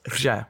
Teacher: So it's a sound that we have in Czech that other people don't have, R with the ha Czech. It's, think about it like the Z in Azure, but you roll your tongue. So it's Prze.